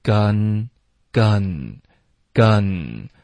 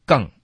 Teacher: 这个 n 的音是靠舌尖顶上颚的 · Shown in: first take